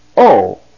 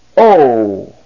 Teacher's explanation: The long O is O. It's just held longer. Same sound. · Shown in: second take